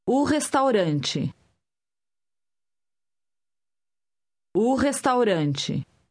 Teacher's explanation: Notice how lightly the initial o is pronounced.